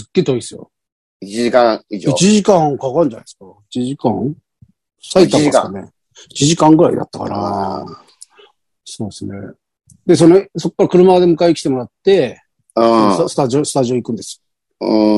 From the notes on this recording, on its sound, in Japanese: ZOOMで収録